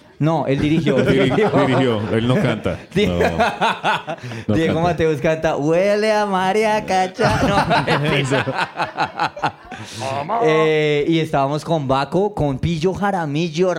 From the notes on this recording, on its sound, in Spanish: Se dieron la cita con su público en un capítulo en vivo. Disfruten del show que nos costó mucho ponerle las risas grabadas.